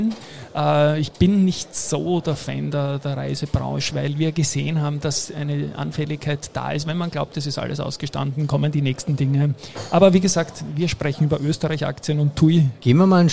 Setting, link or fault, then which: setting, busy venue